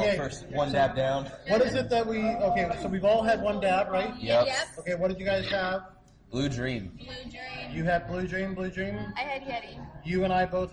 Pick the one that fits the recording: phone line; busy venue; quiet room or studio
busy venue